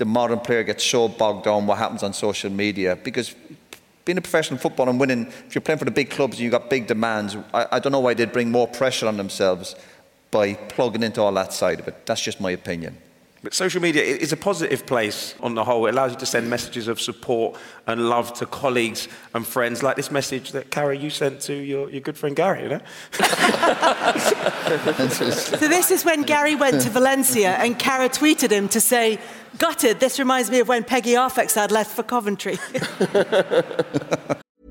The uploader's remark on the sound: Our first ever Overlap Live event at the Manchester Apollo. In front of over 2,700 fans.